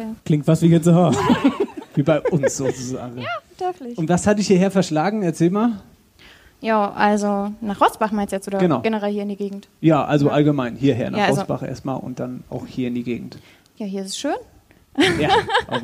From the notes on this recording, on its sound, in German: Folge 25: Live in Rosbach. Live-Podcast an der Wasserburg.